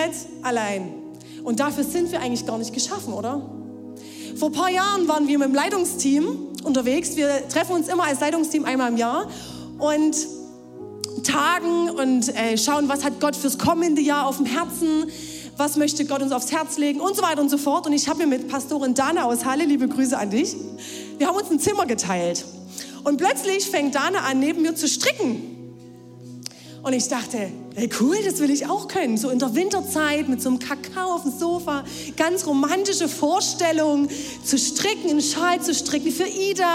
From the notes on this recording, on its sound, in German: Audiomitschnitt der Predigt